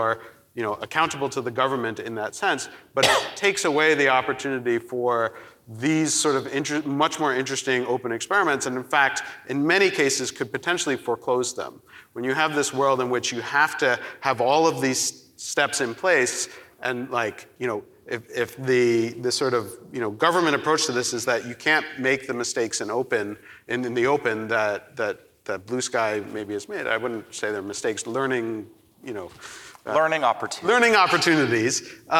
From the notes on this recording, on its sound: We've got a nice fresh live recording for you today! The Knight Foundation's INFORMED Conference. Panel discussion.